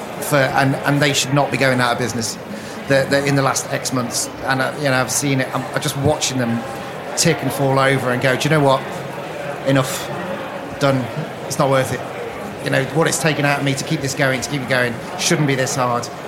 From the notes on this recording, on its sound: The Lock In team take to the airwaves live at The Restaurant Show